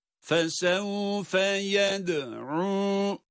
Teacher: Fesevfe yed'u. Yed, dal ince, ayın boğazın ortasından.